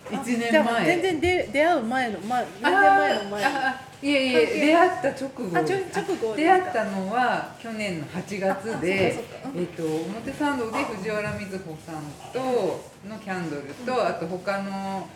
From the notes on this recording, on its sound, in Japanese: 甲府のカフェ・キュイエールより公開収録。ソロライヴをさせて頂いた甲府市のカフェ・キュイエールでのライヴ中に行った公開収録の模様をお届け致します。